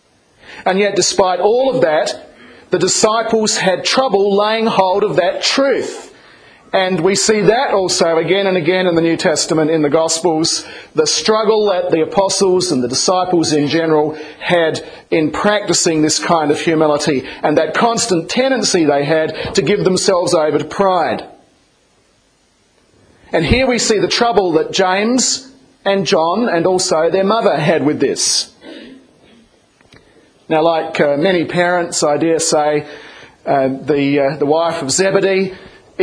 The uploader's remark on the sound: this was a sermon preached in 2007 07 29 in the Am service.